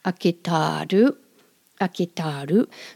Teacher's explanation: She really drags that long A out.